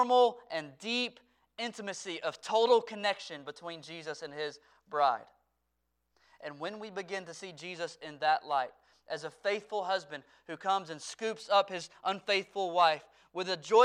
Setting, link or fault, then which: setting, large echoing room